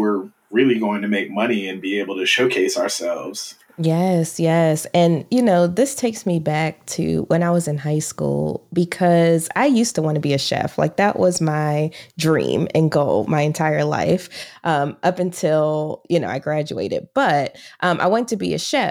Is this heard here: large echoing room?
no